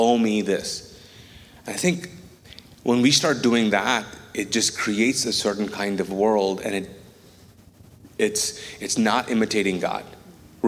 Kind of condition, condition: setting, large echoing room